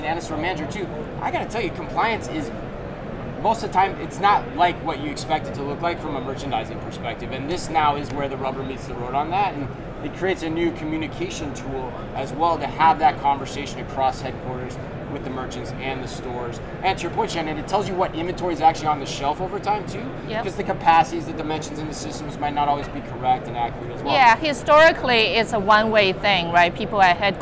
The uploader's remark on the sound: Live From NRF 2024